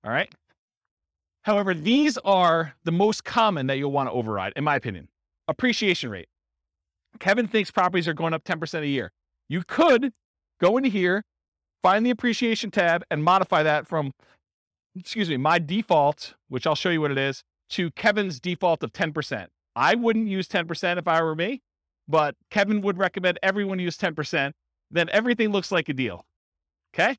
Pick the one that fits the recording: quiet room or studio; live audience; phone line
live audience